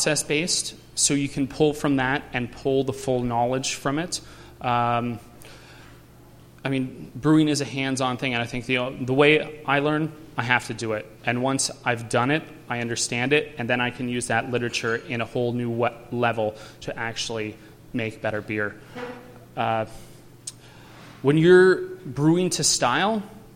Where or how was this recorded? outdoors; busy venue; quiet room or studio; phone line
busy venue